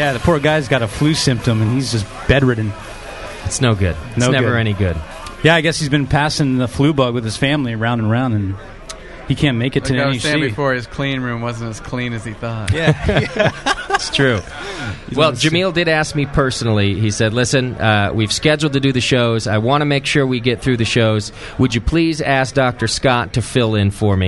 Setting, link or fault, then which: setting, busy venue